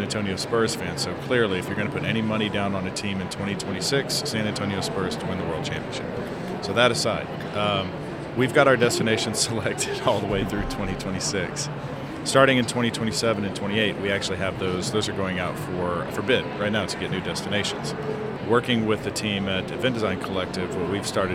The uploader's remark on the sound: Live from #IMEXAmerica.